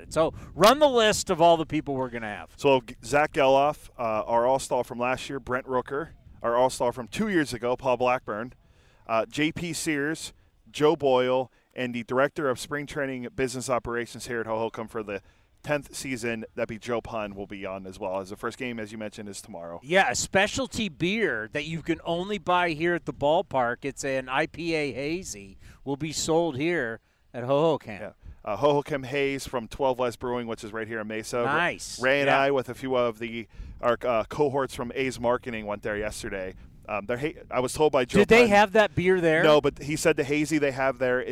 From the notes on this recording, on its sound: live from A's Spring Training